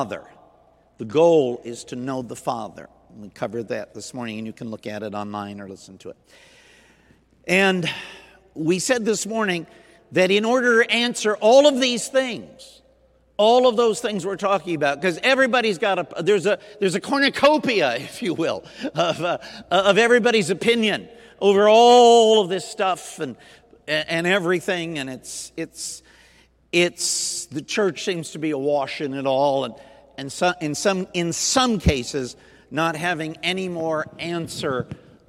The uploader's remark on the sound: Sunday Night Recorded at Southtowns Christian Center.